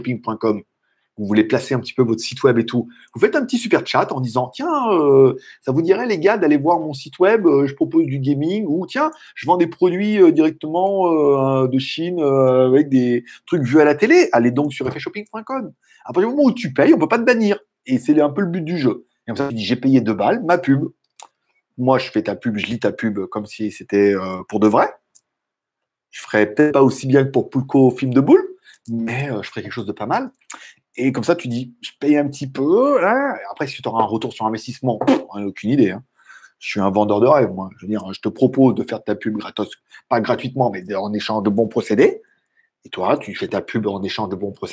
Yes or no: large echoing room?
no